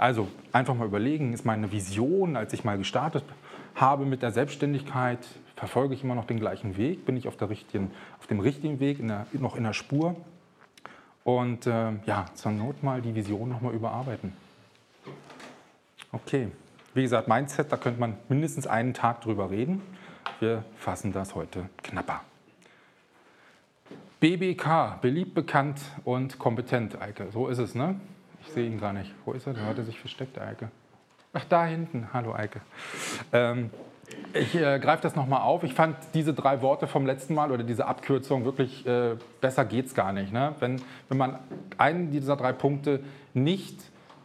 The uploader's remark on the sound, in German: Live-Mitschnitt VGSD Vortrag Akquise. Hören Sie einen Live-Mitschnitt eines Vortrags bei der Regionalgruppe Berlin des VGSD zum Thema Akquise. (gekürzte Version).